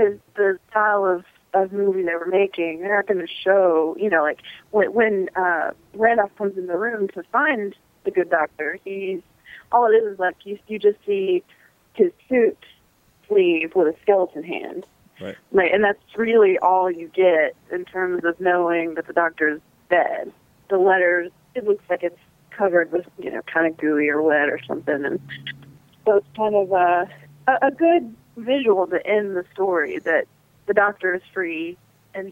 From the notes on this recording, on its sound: joins by phone